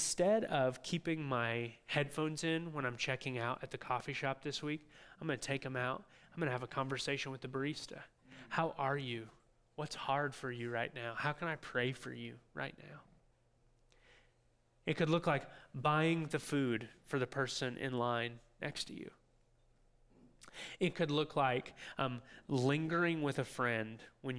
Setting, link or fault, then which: setting, large echoing room